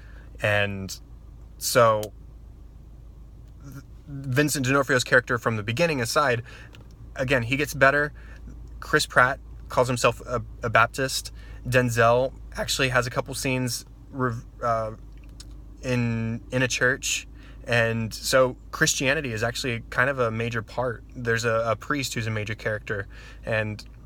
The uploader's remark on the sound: Before leaving the theater parking lot. This unedited audio comes straight from the original video I recorded from my car in the movie theater parking lot.